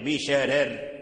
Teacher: إذا وقف ورس على بشرر يقف بالترقيق بشرر، فيرقق الراءين، يرقق الراء الأولى ويرقق الراء الثانية